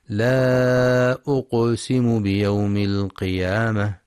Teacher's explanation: ينتبه القارئ للمد المنفصل في لا أقسم، حيث يمد أربع أو خمس حركات في رواية حفص من طريق الشاطبية. وينتبه القارئ أيضا لقلقلة القاف الساكنة